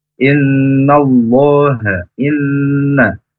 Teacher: Inna Allaha inna bacaan hunna musyaddadah. Ditahan dua harokat supaya berdengung